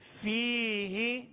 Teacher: یا مدہ ہے ایک الف کی مقدار اسے کھینچ کر پڑھیں گے